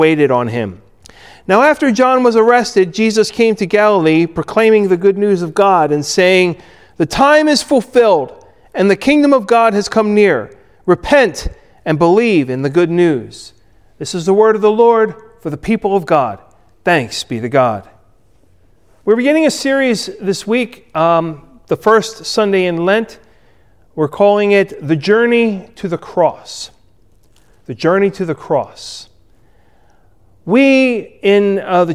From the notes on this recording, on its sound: Recorded at Ebenezer UMC on February 21, 2021